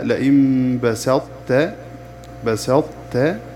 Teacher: الإدغام النقص، وهو إذا وقعت الطاء الساكنة قبل التاء المتحركة فتدغم الطاء في التاء إدغاما غير مستكمل، فيبقى معه إطباق الطاء واستعلاؤها لقوة الطاء وضعف التاء، ويسمى إدغاما ناقصا، وهو سقوط الحرف المدغم فيه ذاتا لا صفة.